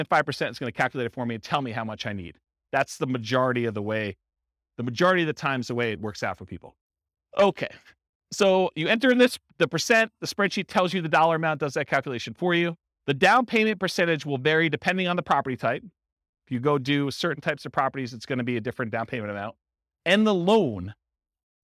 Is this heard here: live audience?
yes